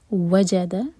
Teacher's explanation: یہ تینوں لیٹرس ایک ورڈ ہے تو واو پر زور دیں گے